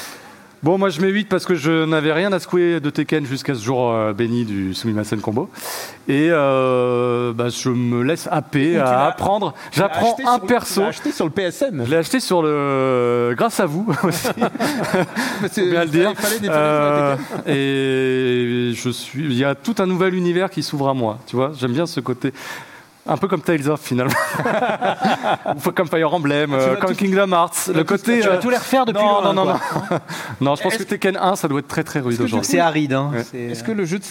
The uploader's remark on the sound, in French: En live depuis l'ESpot. Émission en public, enregistrée sur le plateau mirifique de l'ESpot Paris. L'occasion également d'interagir avec le public présent sur place pour une série de questions-réponses.